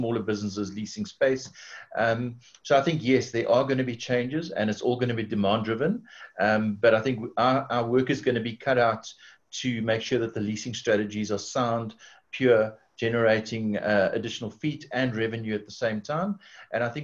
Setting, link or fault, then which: link, video call